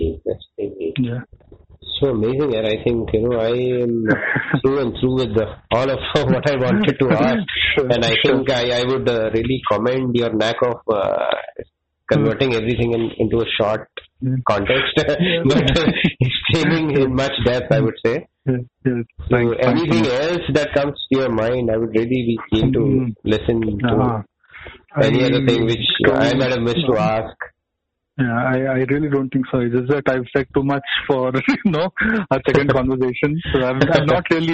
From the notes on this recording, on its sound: this is very raw, recorded over a phone call